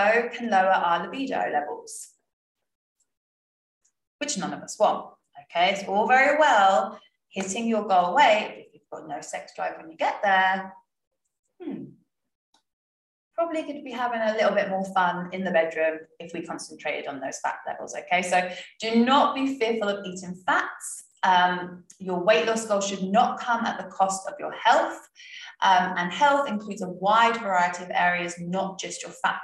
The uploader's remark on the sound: Last week I recorded a webinar for my members about the basics of nutrition. You won't get to see my animated face, but I thought releasing the audio would help.